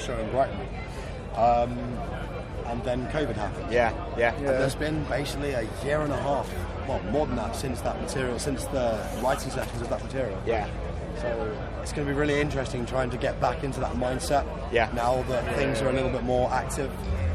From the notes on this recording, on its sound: at this years Bloodstock Festival after their superb set on the Sophie Stage